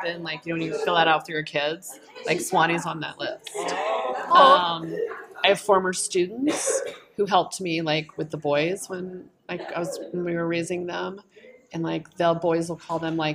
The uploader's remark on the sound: We apologize for the interview's background noise.